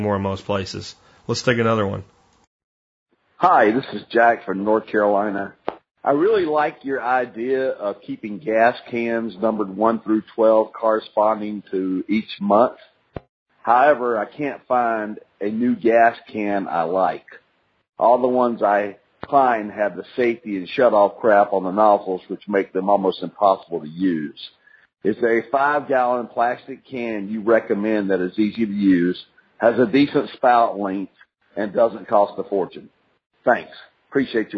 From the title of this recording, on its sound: Listener Calls